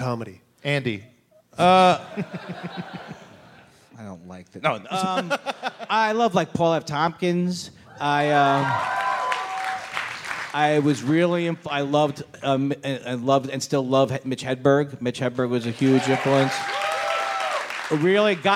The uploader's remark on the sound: the live show in Toronto at the JFL42 festival